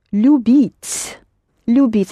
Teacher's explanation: A very soft лю there.